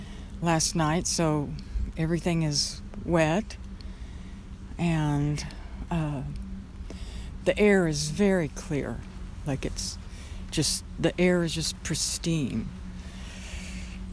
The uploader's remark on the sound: Walking in the park on a cool and cloudy, rainy day. You may be able to hear the stream as it tumbles over rocks and a few branches.